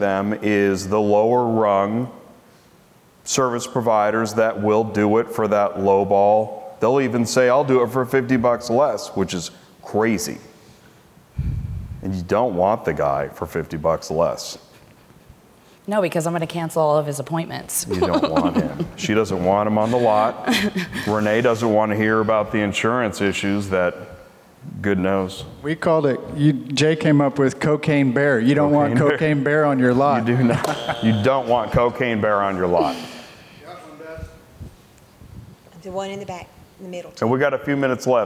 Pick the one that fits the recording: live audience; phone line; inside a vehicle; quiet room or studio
live audience